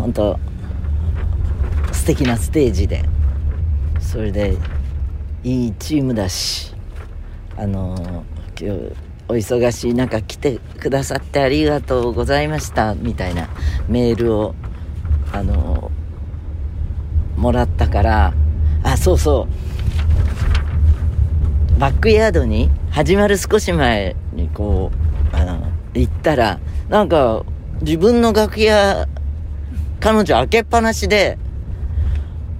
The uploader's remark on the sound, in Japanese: 今週も車の中からコニャニャチワ。